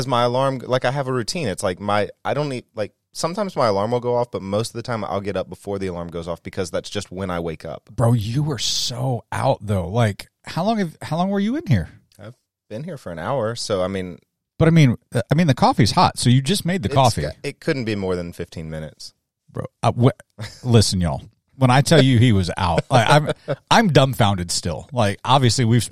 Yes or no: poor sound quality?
no